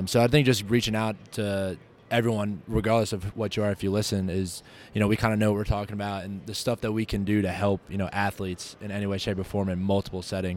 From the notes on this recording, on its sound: live from NATA 2019